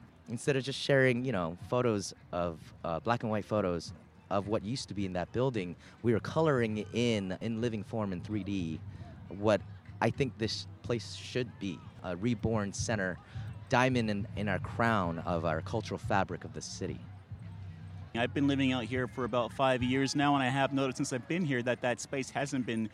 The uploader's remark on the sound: Sounds from the Eastlake Music Festival held each year at the Lake Merritt Amphitheater in Oakland. Interviews with organizers, musicians, and artists from this year’s festival as well as music from some of the performers.